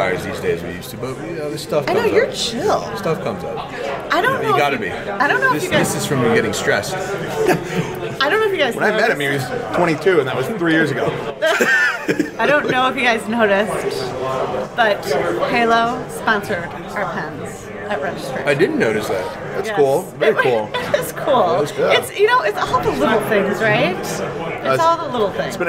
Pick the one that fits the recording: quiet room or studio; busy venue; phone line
busy venue